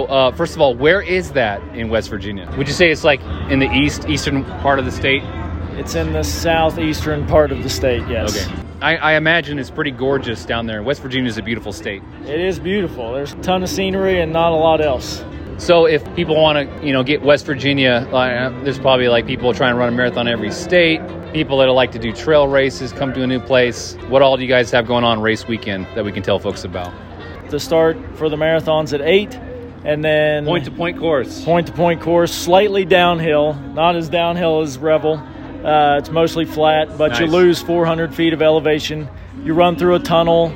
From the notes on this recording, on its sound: The Boulderthon in Boulder, Colorado. Doing a live podcast episode at the expo.